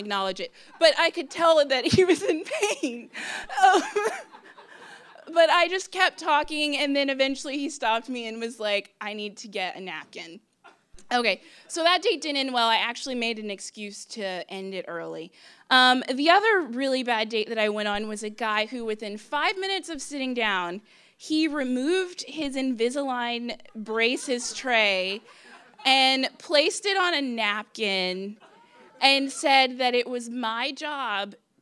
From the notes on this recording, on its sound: Story Slam 2015. For Detours' second live storytelling event, "Story Slam" we asked people to share their bad dating experiences, along with a piece of dating advice.